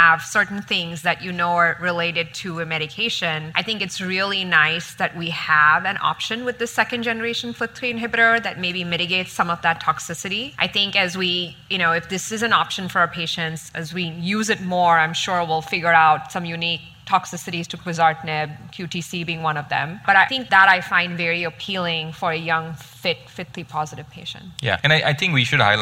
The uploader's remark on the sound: adapted from our recent live event held at the 2023 ASCO Annual Meeting